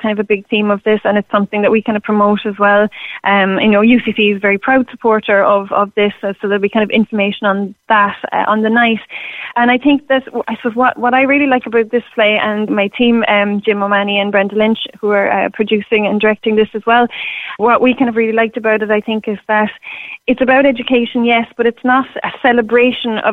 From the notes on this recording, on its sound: Came into studio with the orchestra's 2 Leaders. Joined us on the line.